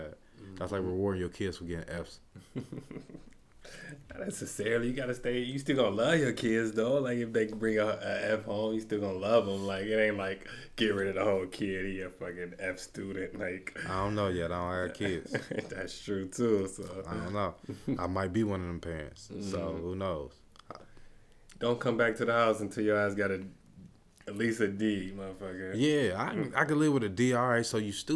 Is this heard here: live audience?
no